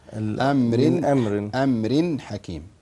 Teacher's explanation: لا يوجد فيها يعني تقف على الغنة، يعني إظهار مباشرة، تظهر النون التنوين كاملا